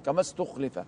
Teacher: الخاء هنا موقع التفخيم، ولا يمكن لها أن تكون مرققة، وحتى لو كانت مكسورة فهي في أدنى مراتب التفخيم ولا يقال عنها مرققة.